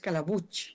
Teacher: En Valencia hay muchos apellidos que acaban con IG y siempre se pronuncian ich, como si fuera una che.